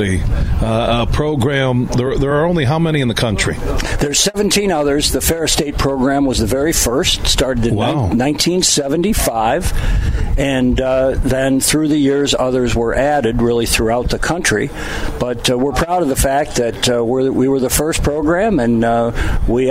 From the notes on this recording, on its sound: It's the final day of us broadcasting live from the Blythefield Country Club which is home to the Meijer LPGA Classic for Simply Give.